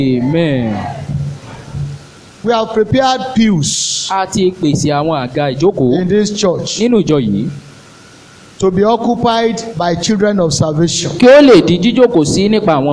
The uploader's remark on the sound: This is the full audio recording of our Official Church Dedication and Appreciation Service.